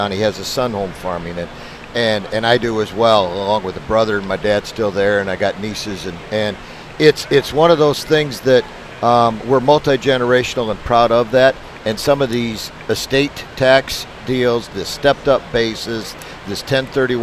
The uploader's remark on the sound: Live from Farm Progress Show. Reports live from Farm Progress in Decatur, Illinois!